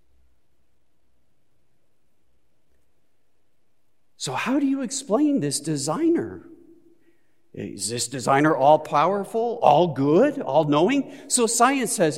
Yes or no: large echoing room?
yes